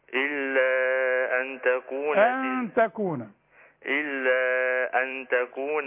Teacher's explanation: النون اللي بعدها التاء بنخفيها ونغنها في عموم المصحف